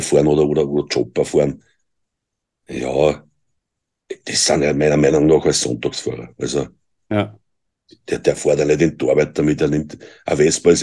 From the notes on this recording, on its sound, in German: Wir haben uns über Zoom getroffen!